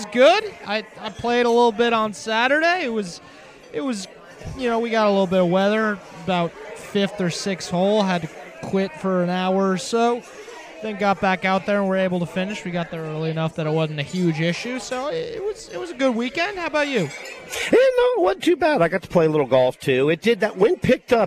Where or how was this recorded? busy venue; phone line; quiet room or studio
busy venue